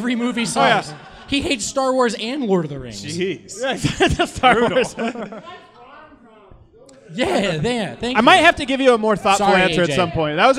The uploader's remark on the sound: Live from Blake Street Tavern. Share the stage with guests and fans of the show.